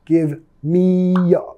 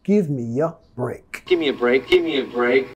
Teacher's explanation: Vamos a vincular metiendo sonido Y, mía, mía. Give me a break.